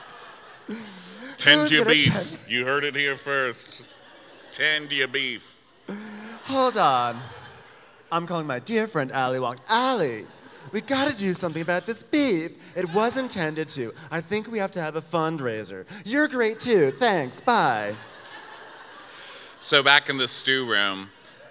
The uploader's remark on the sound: Live from Milwaukee. We were extremely excited to recap it live from the Turner Ballroom in Milwaukee.